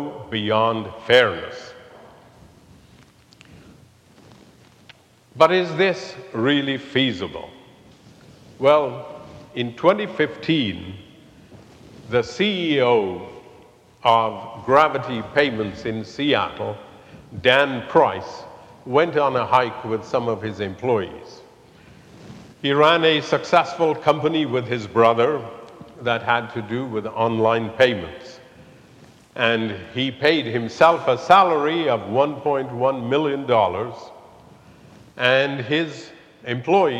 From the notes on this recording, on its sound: recorded live at the 10:00am service on Sunday, September 24, 2023.